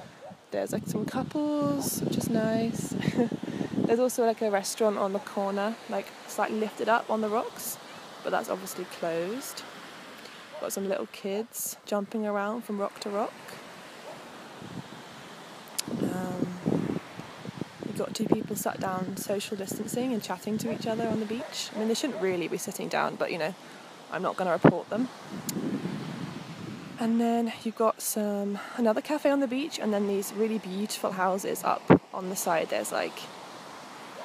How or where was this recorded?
outdoors